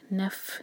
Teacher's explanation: جب بھی ہم فا پڑھیں تو ف آواز آنی چاہیے کلیئر، جیسے پھونک مارنے کی آواز ہوتی ہے نا ویسی آواز آنی چاہیے فا پر.